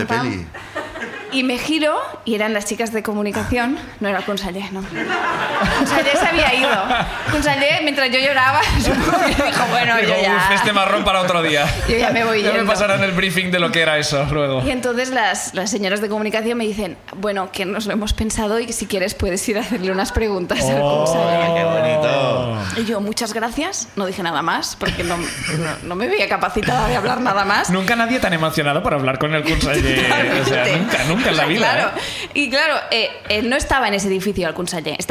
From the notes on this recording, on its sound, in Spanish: El público nos cuenta